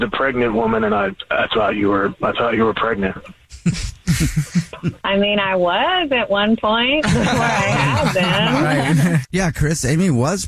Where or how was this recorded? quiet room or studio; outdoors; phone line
phone line